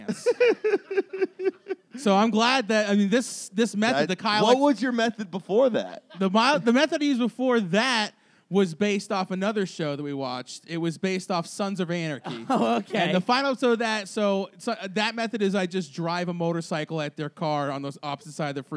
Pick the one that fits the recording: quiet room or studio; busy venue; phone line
busy venue